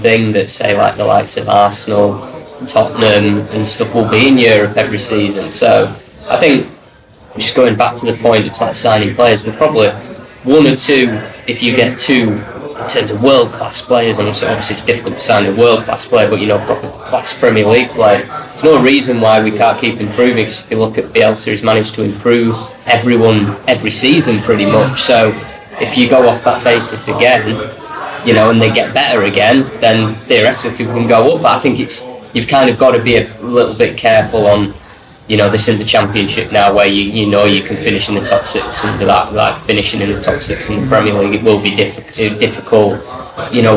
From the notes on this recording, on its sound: What better way to celebrate than us all coming together as a team for the first time this season and record our final podcast at the iconic Old Peacock Pub at Elland Road.